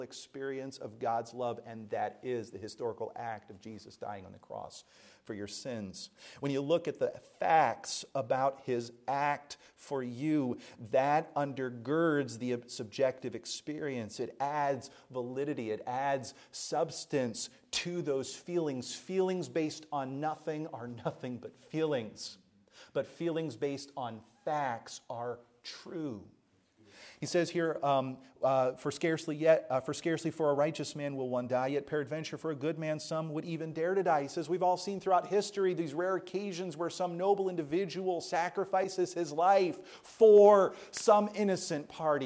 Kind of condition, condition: setting, large echoing room